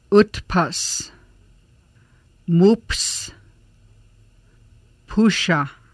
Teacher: The U sound is made with lips rounded with the tongue high and back around of mouth and of short duration. Sounds like U in pull.